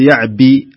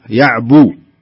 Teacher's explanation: الباء ضمة ها، وليست كسرة، لا تقول يعبي، لا، يعبو. · Shown in: second take